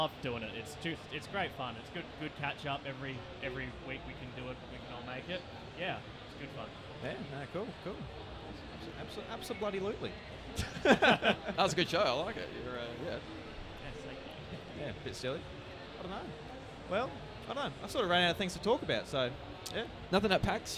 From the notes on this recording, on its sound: PAX Australia 2022 returned for the first time since 2019 and of course we carried on the annual Audio-Technica booth recording at the convention!